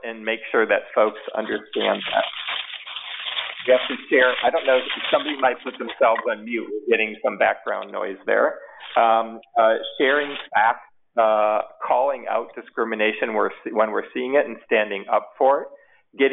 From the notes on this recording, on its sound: COVID-19 Employer Conference Call.